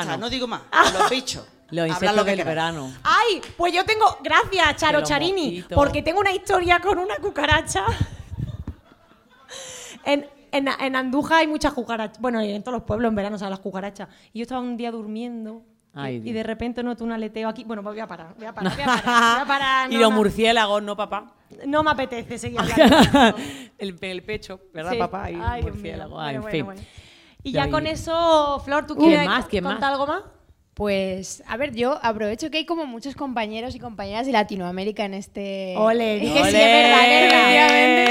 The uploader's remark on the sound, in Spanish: NUESTRO PRIMER PODCAST EN DIRECTO CON PÚBLICO! No había mejor manera para cerrar esta tercera que haciendolo en directo en el Teatro del barrio de Madrid.